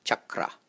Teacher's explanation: Chakra, chakra, as opposed to chakra. You may have noticed that I rolled my R a little bit, chakra. Generally, you won't go wrong when you roll the R when saying Sanskrit words.